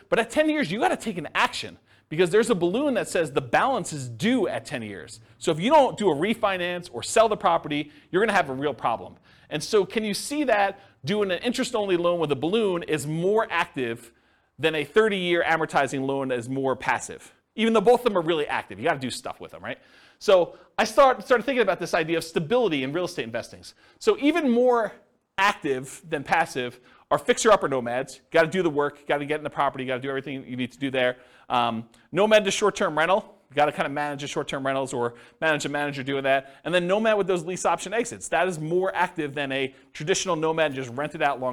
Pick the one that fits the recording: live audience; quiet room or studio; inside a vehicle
live audience